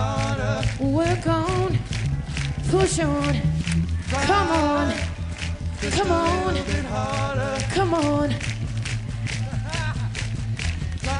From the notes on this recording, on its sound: Live From The Festival Express Tour, Canada '70.